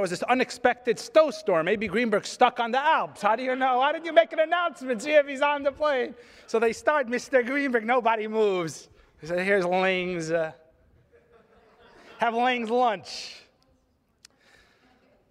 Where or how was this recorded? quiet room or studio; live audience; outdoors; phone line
live audience